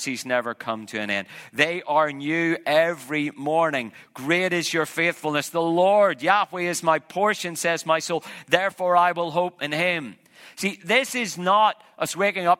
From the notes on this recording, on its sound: An audience of church planters and their supporters.